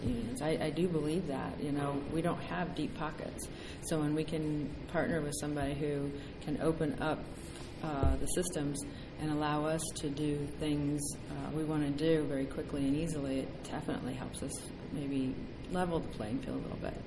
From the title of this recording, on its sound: Live from Finastra Community Markets